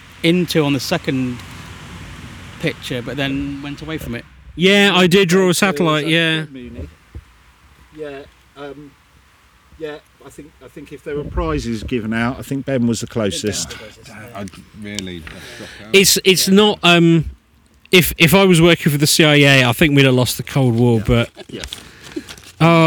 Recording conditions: outdoors